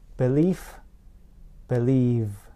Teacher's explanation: For example, they might say belief instead of believe. The only difference between the two words is in the voicing at the end of the word.